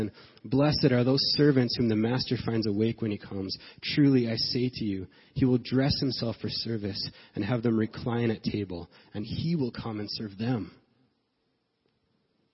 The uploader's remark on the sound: As we gather for the first service of 2017